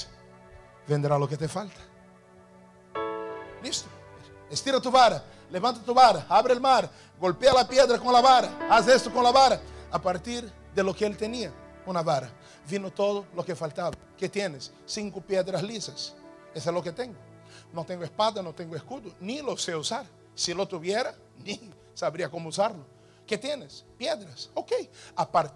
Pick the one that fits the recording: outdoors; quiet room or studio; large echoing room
large echoing room